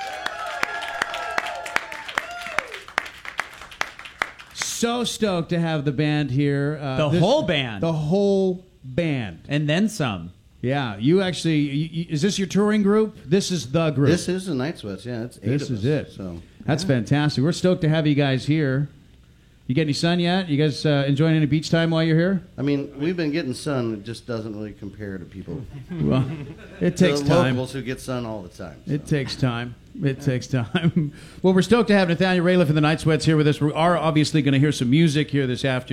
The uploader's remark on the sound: This episode was recorded in front of a live studio audience at iHeartRadio Honolulu and performed live on the radio on Star 101.9 KUCD-FM.